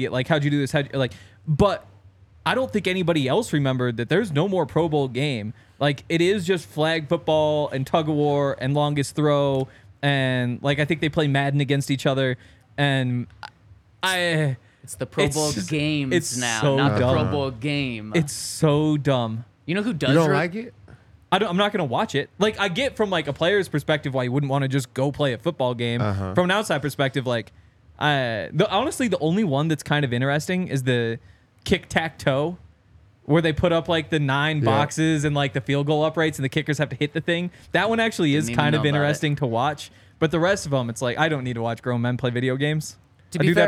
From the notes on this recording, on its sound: coming to you LIVE from the DNVR Bar